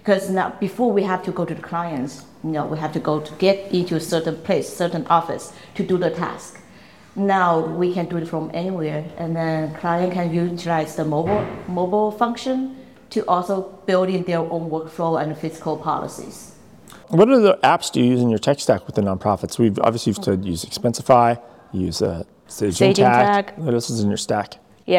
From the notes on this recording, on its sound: Recorded live at Expensicon.